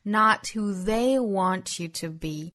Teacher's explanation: 后面 not 读成 not 也是开口度更大更松弛